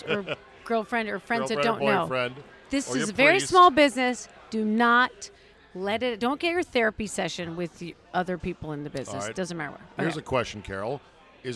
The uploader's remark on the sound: Recorded at DC Prime Steakhouse in Ashburn, VA.